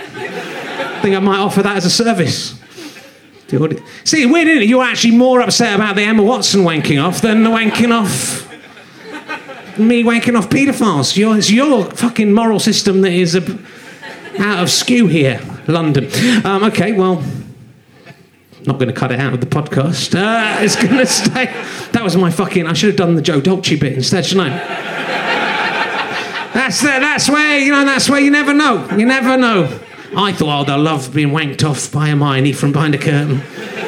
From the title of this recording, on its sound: Leicester Square Theatre Podcast